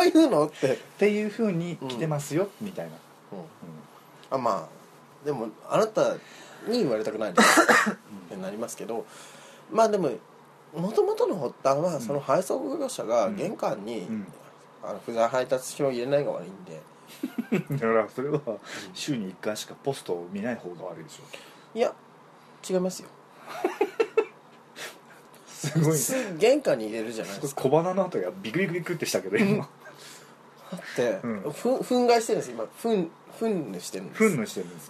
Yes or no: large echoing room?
no